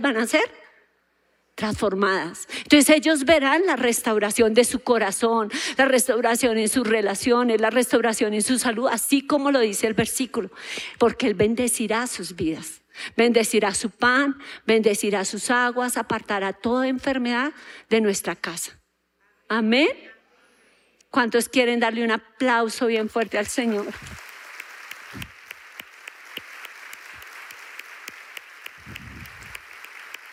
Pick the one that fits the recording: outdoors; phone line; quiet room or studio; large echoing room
large echoing room